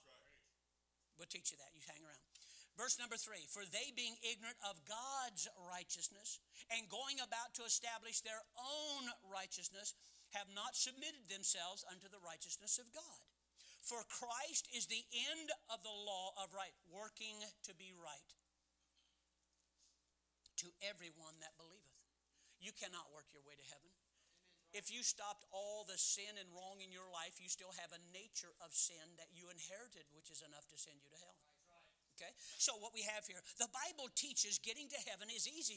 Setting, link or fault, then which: setting, large echoing room